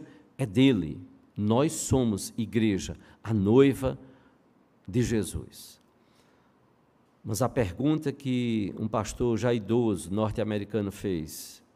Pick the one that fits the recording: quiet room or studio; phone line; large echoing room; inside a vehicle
large echoing room